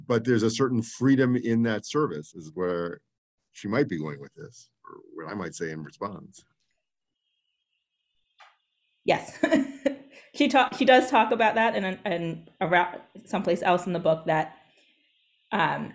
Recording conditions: video call